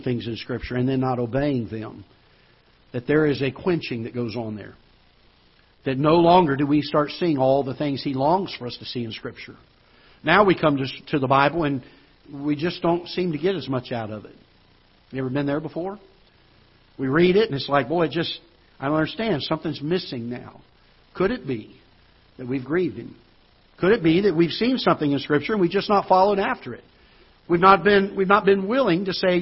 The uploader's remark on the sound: Ketha Heights Baptist Church ~ Live Broadcast